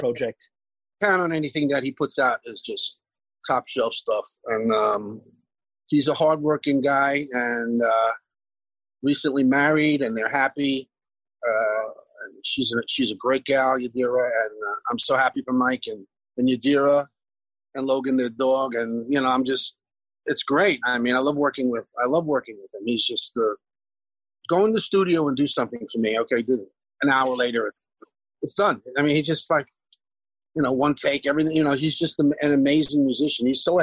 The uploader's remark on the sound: is waiting for us at the other end of the zoom line